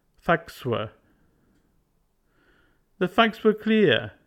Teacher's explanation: The a of facts is emphasized, isolated from the subsequent consonant sounds. The vowel sound a is now clearer to the listener.